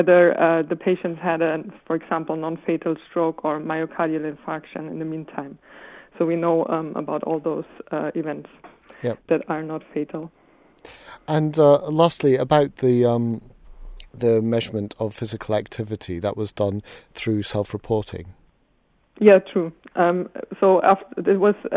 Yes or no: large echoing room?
no